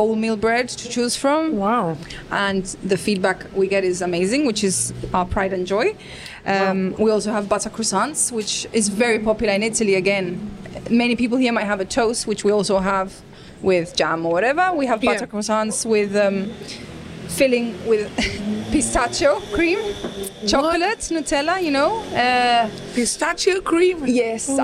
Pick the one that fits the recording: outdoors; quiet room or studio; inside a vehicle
outdoors